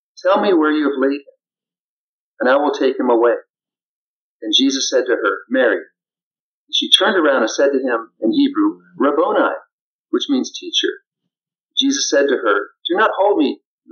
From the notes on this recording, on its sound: Sorry for the poor audio quality!